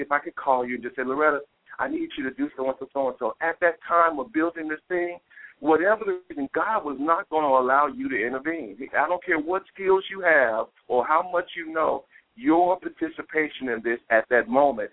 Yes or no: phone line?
yes